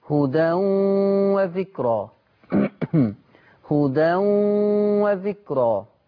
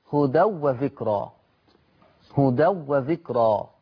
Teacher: أي حاجة معاها غنة أو يتابعها غنة أو يصاحبها غنة، الغنة لازم تاخد حقها بمقدار حركتين · Shown in: first take